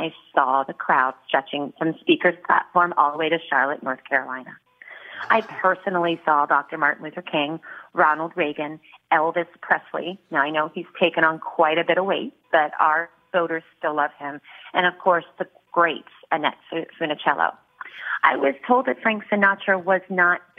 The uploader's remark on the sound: We play a phone message